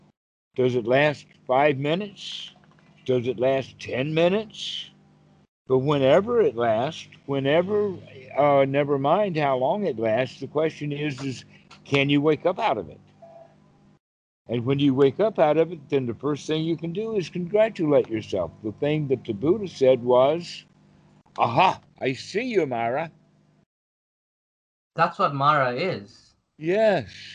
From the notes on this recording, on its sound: skype calls